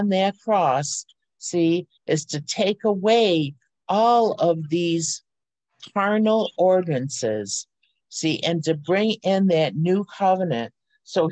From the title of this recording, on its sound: Oceanside Zoom Class